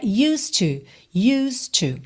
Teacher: E o D já liga no T. Então o som é used to.